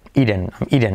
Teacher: La T como R suave, la I final como E